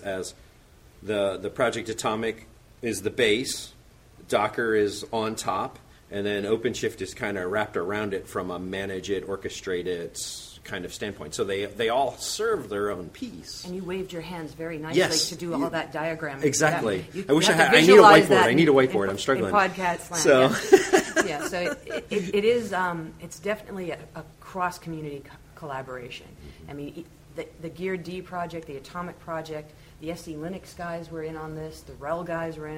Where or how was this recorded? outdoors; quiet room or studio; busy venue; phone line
busy venue